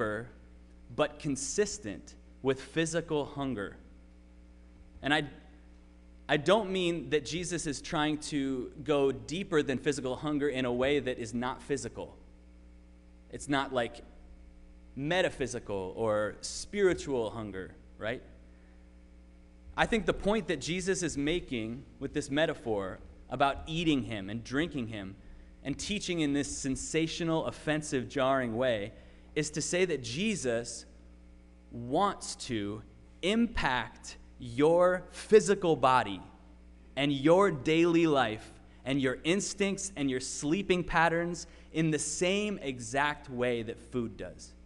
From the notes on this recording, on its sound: Sermon preached at RCHP